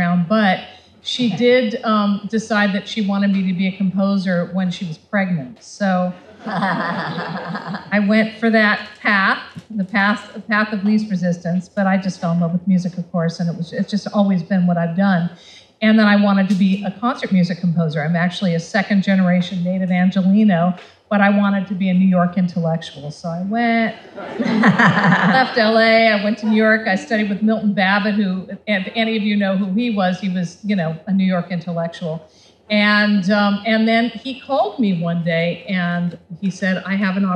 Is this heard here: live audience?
yes